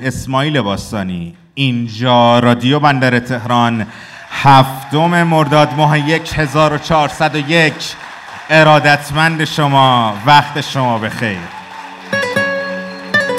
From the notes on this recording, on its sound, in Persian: این اجرای زندهی ما به تاریخ هفتم مردادماه ۱۴۰۰ است که به بهانهی آغاز پنجمین سال فعالیتمان به صورت زنده ضبط و حالا منتشر میشود.